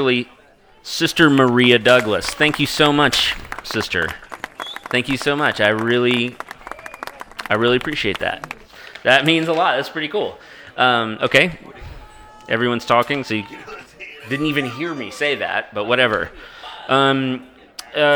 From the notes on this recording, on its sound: Live from Taco Mac (and for a little while two different Zaxby’s)! A large sports bar takes part in a mass mindful mediation experiment.